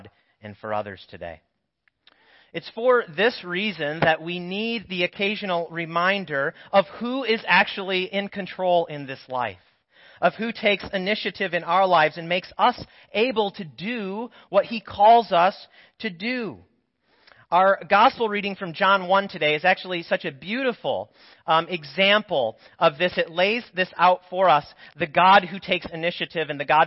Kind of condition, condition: setting, large echoing room